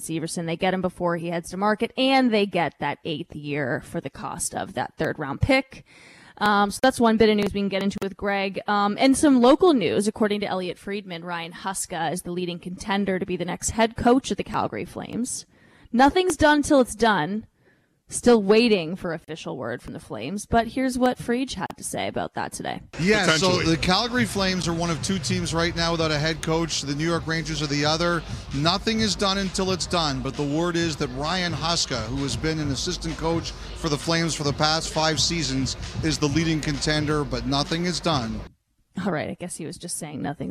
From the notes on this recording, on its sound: live from the NHL Combine